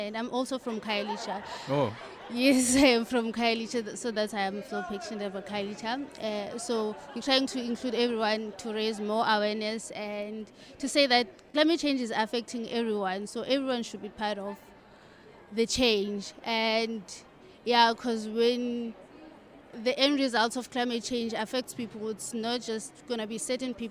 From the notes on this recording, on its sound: We are still coming to you live from the Cape Town International Convention Centre as scientists gather at the World Science Forum hosted by the Department of Science and Innovation.